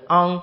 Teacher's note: 要防止将字符开得过大而成啊字，是昂不是啊，昂不要啊变成啊了。那么要把鼻腔的部分松开，使气息回收的时候缓缓进入鼻腔，最后把嘴闭上，在鼻子里面出昂的声音。除非特殊情况下把它作为特殊手段时，才较早的归在昂的地方。比如说我们唱龙庭赌王昂昂昂，这样呢会就稍微好一些啊。那么中东归韵呢也是用的全鼻音，收音归南方字音的翁，翁翁是南方字啊，是念翁的。根据京剧传统的唱法呢，必须使声音半入鼻腔半入口腔，才有满口的感觉，也才有较大的共鸣，并且这样呢可以防止字音全入鼻中，或者成为鼻音，或者成为改变字音了。当归韵的时候呢，气息回收以后要使翁音急入鼻